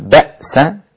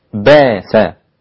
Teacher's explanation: في قوله تبارك وتعالى أن يكف بأس الذين كفروا، أبدل الإمام السوسي والإمام أبو جعفر فقط بأس، فيصير النطق بها باس، والإبدال بسيط، حكم الإبدال بسيط، بشيل الهمزة وحط مكانها ألف · Shown in: second take · بدل ما أقول بأس باس هكذا.